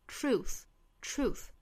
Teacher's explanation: tr tr,再去加后面的 u true true,所以大家如果读成了触的话，其实相当于舌头的这个卷度是不够的，应该是这样的卷度 truth,从 r 过渡到后面的长音 u 的这样的舌位，在发长音 u 的时候呢，我们说舌头后半部分是往后拉的 u u,还要注意辅音向元音的滑动，最后的 th 舌头伸出来去摩擦上排牙齿发轻音